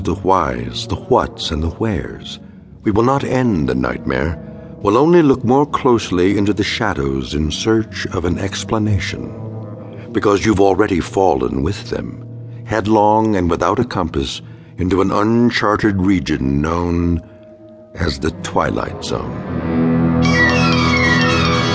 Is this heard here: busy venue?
no